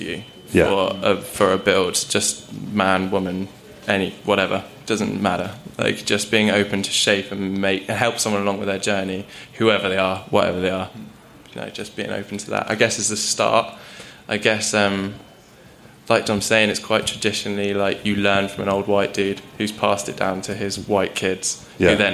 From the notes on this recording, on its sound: On this episode we host a Q&A at the Bristol Surf Expo.